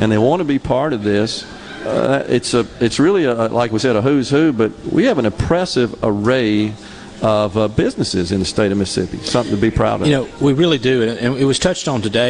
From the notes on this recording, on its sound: LIVE from the MS Trade Mart for MEC Capital Day.